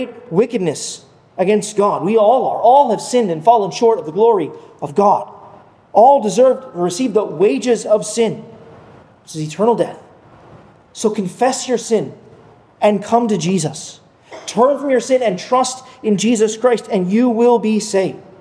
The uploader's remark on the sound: at Arlington Baptist Church in Arlington, Virginia